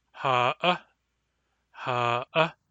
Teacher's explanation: In Barkly Sound dialects, this word is pronounced with a glottal stop.